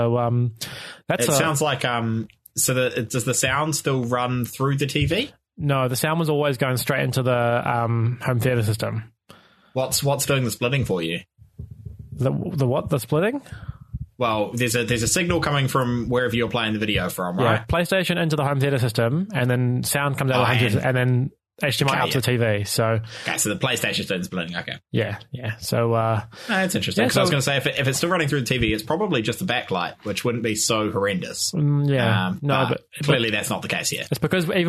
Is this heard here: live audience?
no